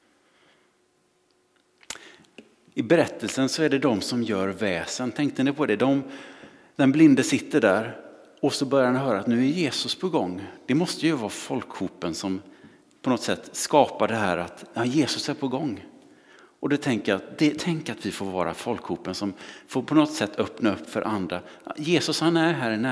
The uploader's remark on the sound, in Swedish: Inspelning från Immanuelskyrkan Skövde.